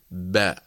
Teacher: باء تنطلق من التصاق الشفتين، ثم يعني نحقق الفتحة بانفتاح وانفراج وابتعاد الشفة العليا عن الشفة السفلى · Term: الحرف المتحرك